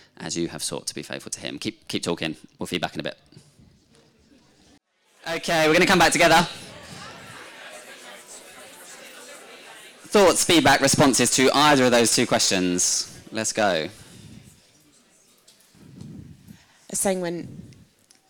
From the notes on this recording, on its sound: This last talk from REVIVE, our annual festival bringing the churches of the network to a field in Canterbury for a weekend of Bible Teaching, Worship, and great fellowship together as churches.